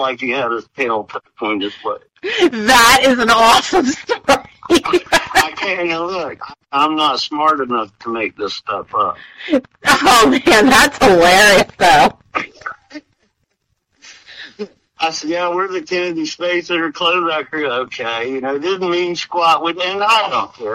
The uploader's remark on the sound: Via phone, so the audio quality is not pristine. However, we have done our best to clean it up, so we appreciate your indulgence when listening.